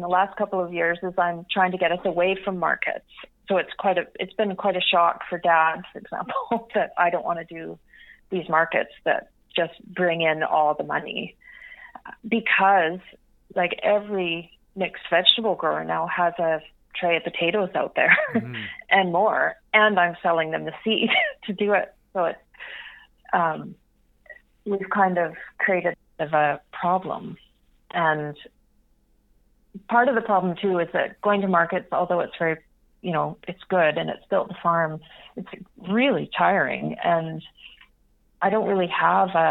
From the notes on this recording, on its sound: Joined me on the phone to tell me all about the farm.